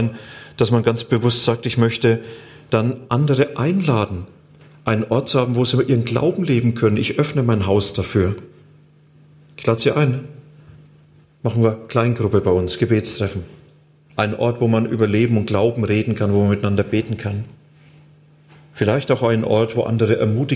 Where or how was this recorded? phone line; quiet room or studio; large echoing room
large echoing room